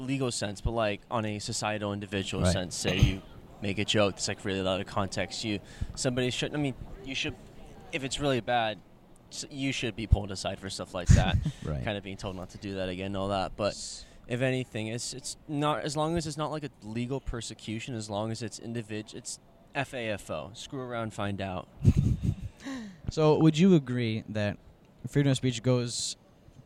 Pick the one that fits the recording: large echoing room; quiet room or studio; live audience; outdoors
outdoors